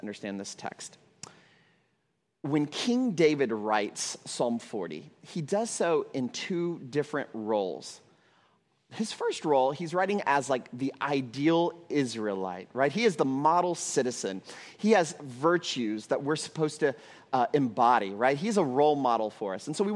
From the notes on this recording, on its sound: at Trinity Church, Puerto Rico